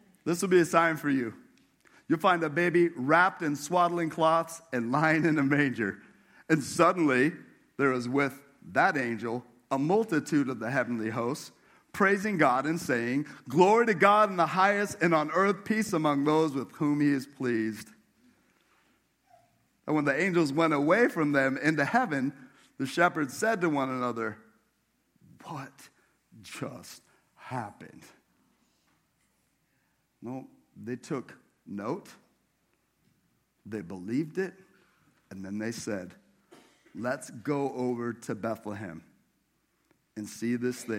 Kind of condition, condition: setting, large echoing room